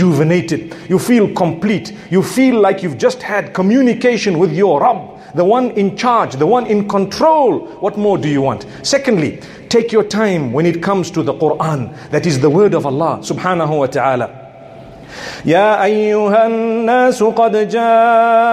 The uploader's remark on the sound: A Jumuah Lecture from Masjid Al Falaah. Harare, Zimbabwe.